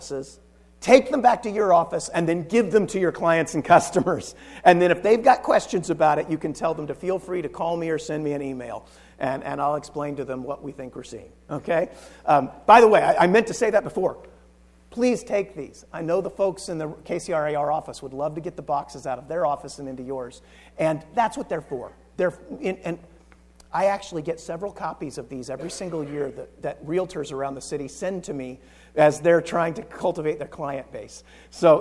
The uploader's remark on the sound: Recorded from the KCRAR Residential Housing Forecast event.